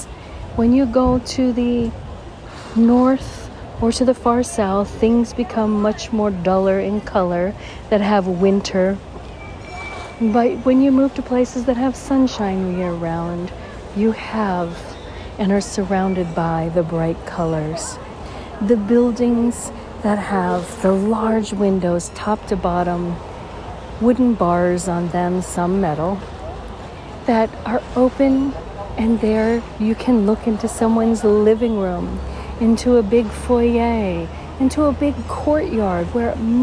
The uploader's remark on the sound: On Location Walk and Talk. San Juan, Puerto Rico.